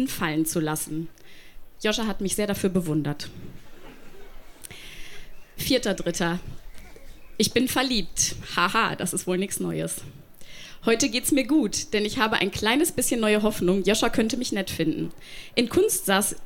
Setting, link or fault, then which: setting, live audience